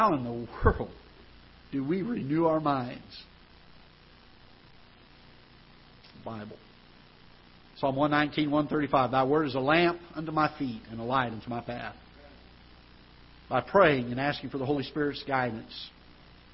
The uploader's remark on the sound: Ketha Heights Baptist Church ~ Live Broadcast